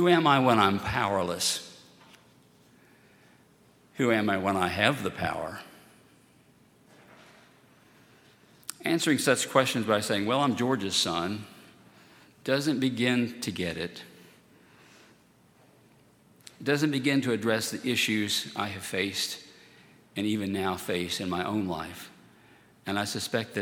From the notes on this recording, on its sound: at Highland Baptist Church